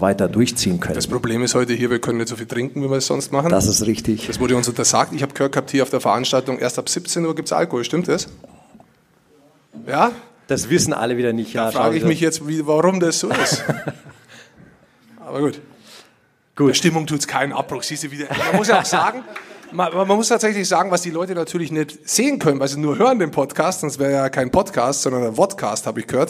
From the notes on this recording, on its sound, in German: LIVE von der SPOBIS20. Diesmal nach Düsseldorf - Die Eishockey Show live auf großer Bühne beim größten Sportbusiness-Kongress Europas.